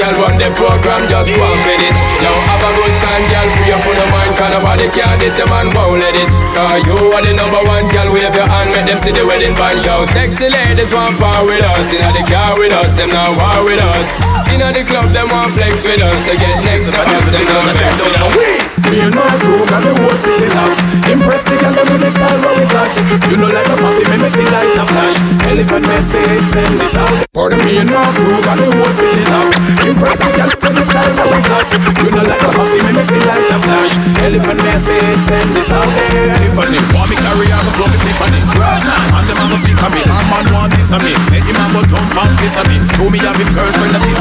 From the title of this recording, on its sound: Heavy Yacht Party Labour Day Weekend Live Audio